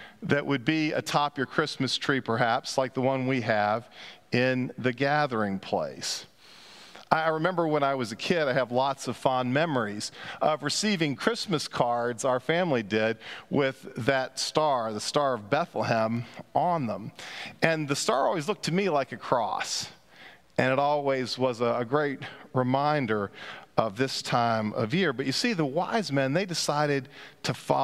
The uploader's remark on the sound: Pender UMC Traditional Worship on Sunday, January 1, 2023 at 9:00 am